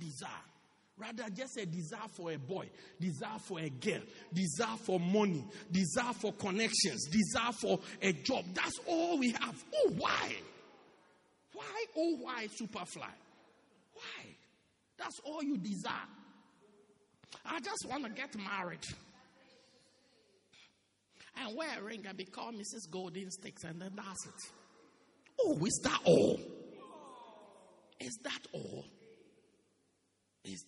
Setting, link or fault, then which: setting, large echoing room